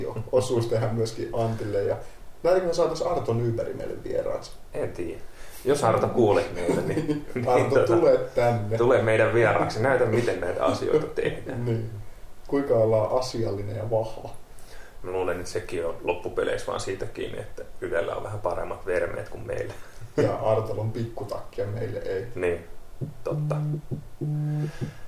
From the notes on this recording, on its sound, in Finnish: Pahoittelemme ensimmäisen jakson aiottua heikompaa äänenlaatua